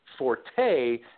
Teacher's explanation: put that accent on the second syllable